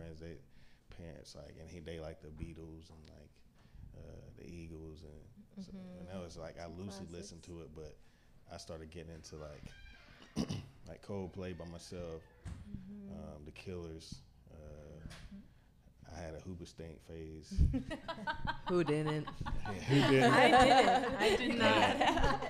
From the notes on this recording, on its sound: Live at The Woodshop.